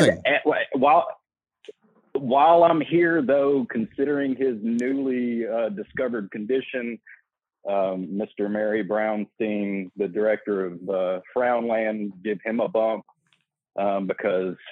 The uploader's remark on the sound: Phones ring on the topic